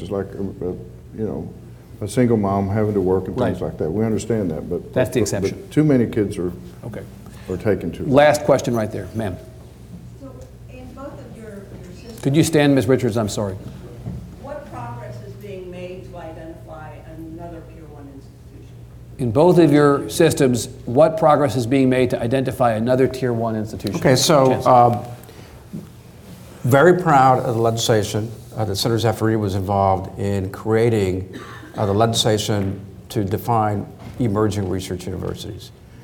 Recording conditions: live audience